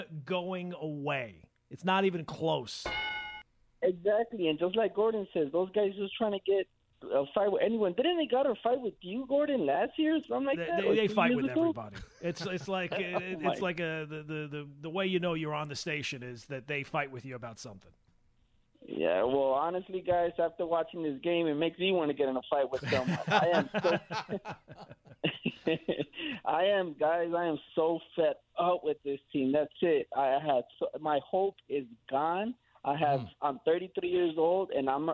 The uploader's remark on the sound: They go to the phone. Before they go out to Chicago to hear from the Yankees.